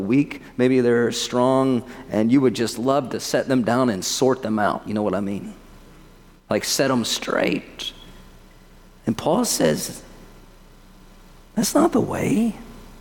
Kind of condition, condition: setting, large echoing room